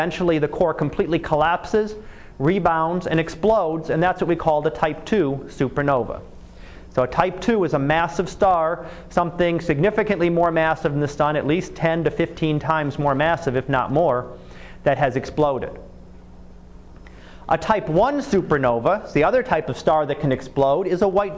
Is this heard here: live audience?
yes